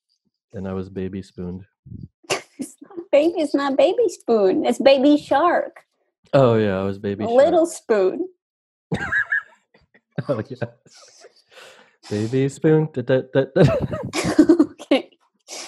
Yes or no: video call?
yes